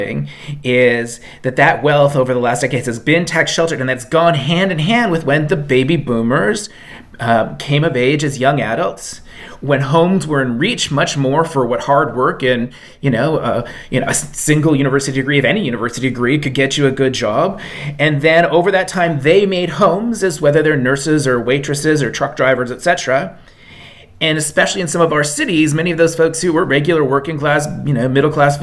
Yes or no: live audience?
no